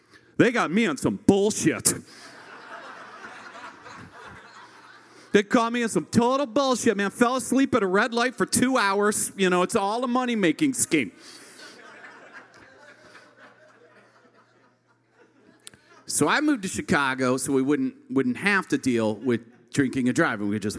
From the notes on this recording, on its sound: CHIRP Radio’s Live Lit and Music series, ‘The First Time’, is unlike any storytelling show in Chicago. This unique structure allows the story to resonate with audience members as they experience the accompanying song covered by our house band, live at Martyrs in Chicago's North Center neighborhood.